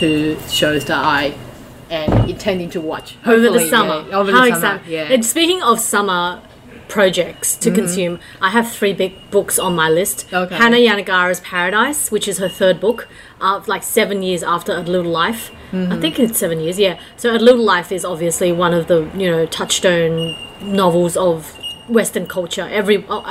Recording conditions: background noise